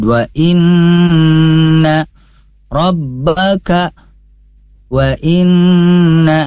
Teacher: di sini ada nun bertasydid harus ditahan, yaitu gunnah musyaddadah. Rabbaka ini jelas ada nabernya tapi tidak ditahan sebagaimana nun bertasydid.